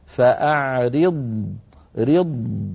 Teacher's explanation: أيضا مثلا في الآية ذاتها بيان حرف الضاد من قوله تعالى: فأعرض عنهم، هكذا الضاد، فأعرض، رض، لابد من بيان الضاد رخوة مستطيلة مفخمة مطبقة